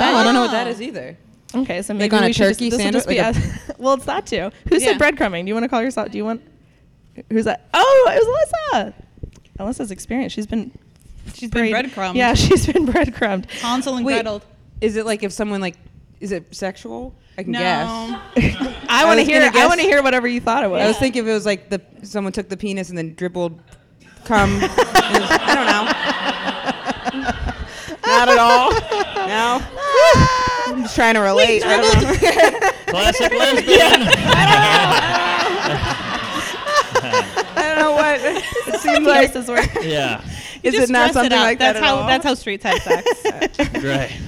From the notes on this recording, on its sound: LIVE at The PIT in New York City. As suggested by our studio audience.